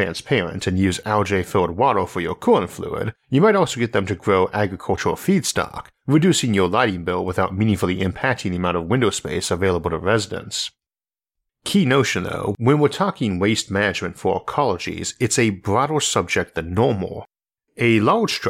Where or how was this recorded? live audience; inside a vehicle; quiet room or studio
quiet room or studio